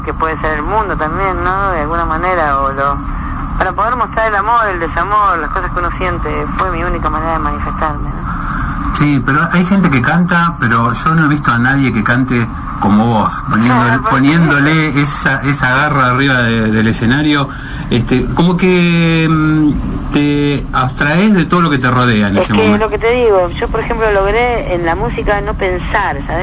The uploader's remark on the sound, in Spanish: Nota telefónica